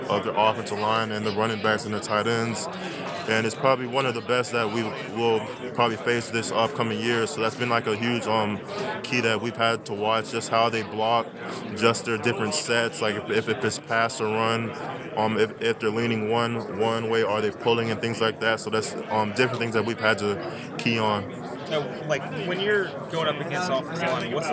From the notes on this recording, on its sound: Live from AAC Media Days.